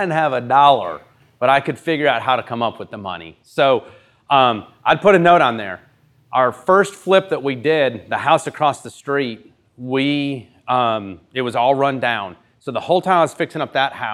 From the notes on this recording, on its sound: This episode is the first of a series of podcasts taken from a time of Q&A at Happy Home's first community meetup.